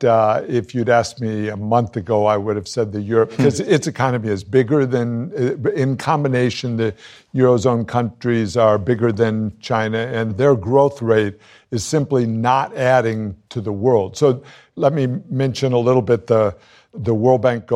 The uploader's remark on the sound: Recorded live on stage at the George Washington University, sponsored by the Bipartisan Policy Center.